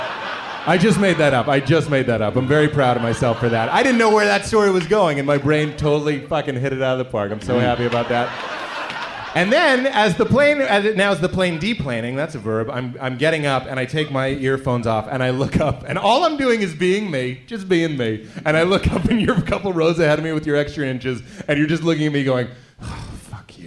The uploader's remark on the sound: Live From SF Sketchfest. It's a live WTF from Sketchfest in San Francisco!